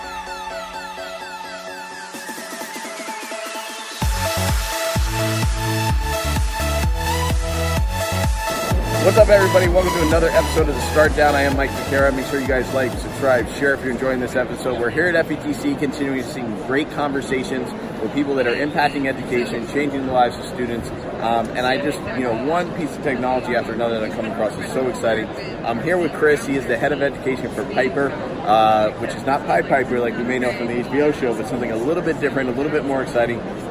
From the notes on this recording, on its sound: live from the FETC event